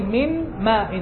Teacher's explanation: نون من طرف اللسان والميم من الشفتين